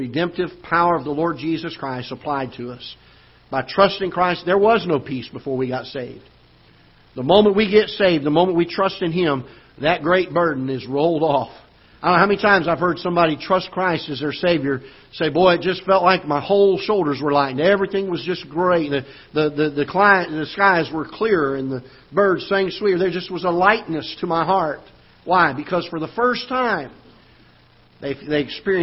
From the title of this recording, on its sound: Ketha Heights Baptist Church ~ Live Broadcast